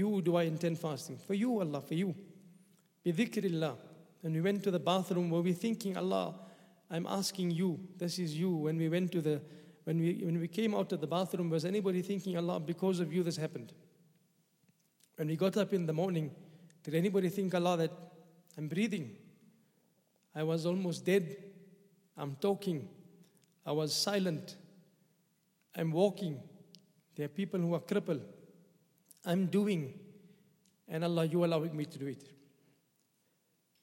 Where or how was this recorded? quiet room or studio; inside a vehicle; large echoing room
large echoing room